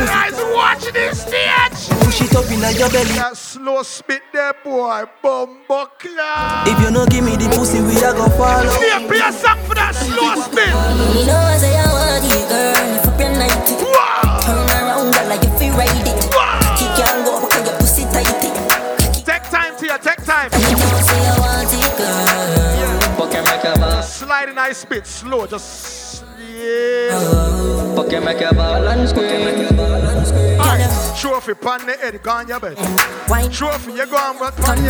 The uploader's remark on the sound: Live Dancehall Set at Bashment Party